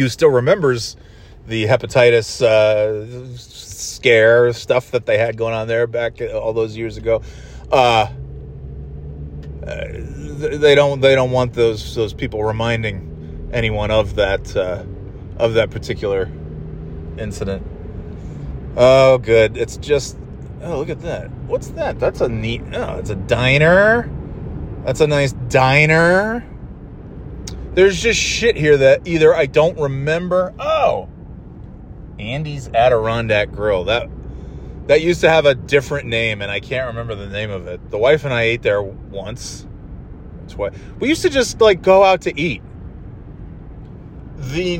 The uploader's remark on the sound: Driving to NY in Snow